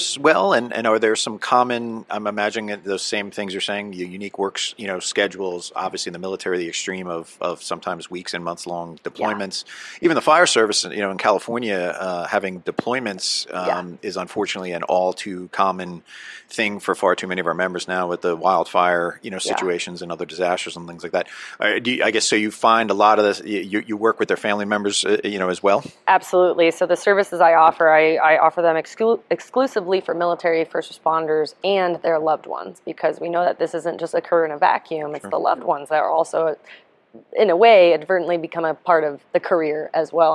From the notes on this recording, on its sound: NEP "On Location". At the 2023 NEP "We Need to Talk" mental and behavioral health conference in Las Vegas.